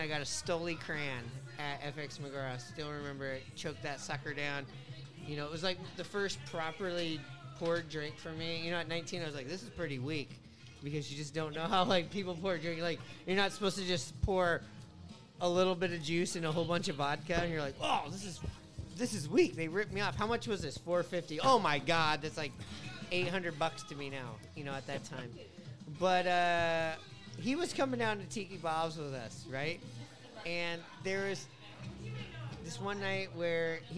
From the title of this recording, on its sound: Live from the Sloop Tavern